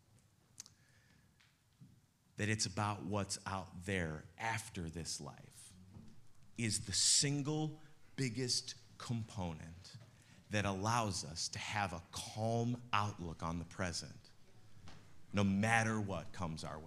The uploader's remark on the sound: Live from good news in the neighborhood, a new church. In the nw suburbs of chicago.